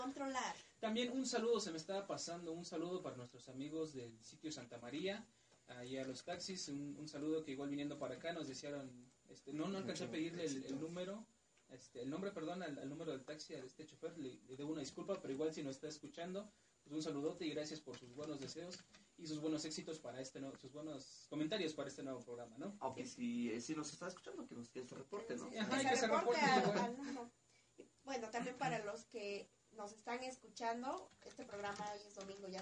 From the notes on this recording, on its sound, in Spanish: Este es nuestro primer episodio, disculpen la calidad del audio.